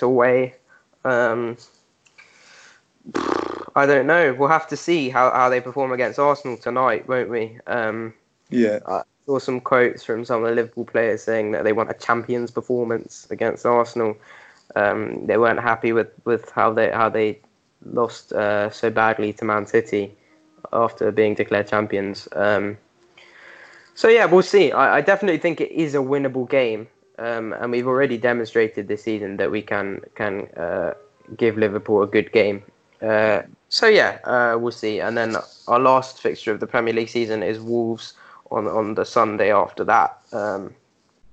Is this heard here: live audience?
no